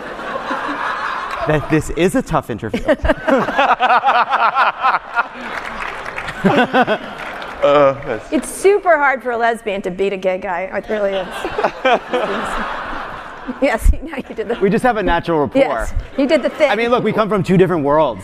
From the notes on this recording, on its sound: Live at SXSW. In a live interview at South by Southwest 2017.